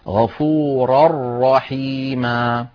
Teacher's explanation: غفورا رحيما، غفورا آخرها تنوين، رحيما أولها راء، والراء من حروف الإدغام الكامل، الإدغام بلا غنة، لذلك وضعت اللجنة فوق غفورا تنوينا متعاقب متتابعا هكذا، وفوق الراء شدة وفتحة، وفوق الراء شدة وفتحة، دلالة هذه الشدة دلالة على أن هنا الإدغام إدغام كامل ولا يبقى شيء من النون.